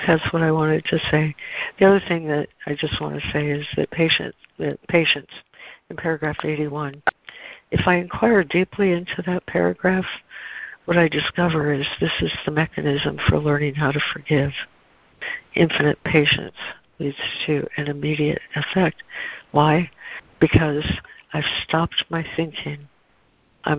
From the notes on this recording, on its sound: ACIM Daily Conference Call